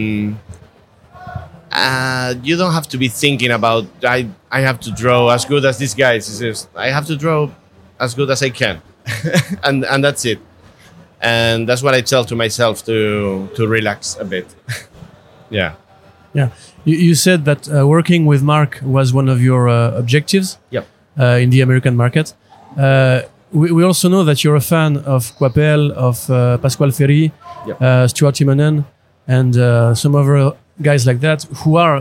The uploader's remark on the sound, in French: Au cours du Paris Fan Festival qui se tenait au mois d'avril passé. Au cours du Paris Fan Festival qui se tenait au mois d'avril passé.